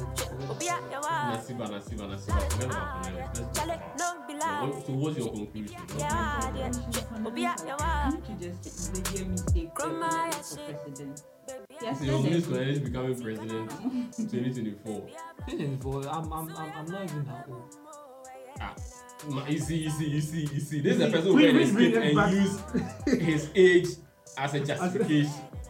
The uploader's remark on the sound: Apologies for the poor quality of audio.